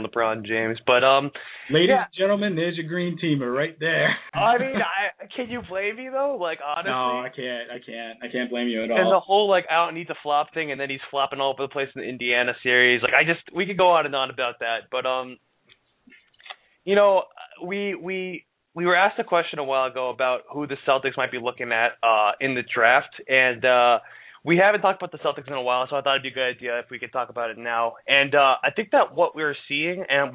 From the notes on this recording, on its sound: Here come's another LIVE episode of Sports Blaggah Radio straight out of Boston! An open forum program where you, the listeners, call in and ask your questions.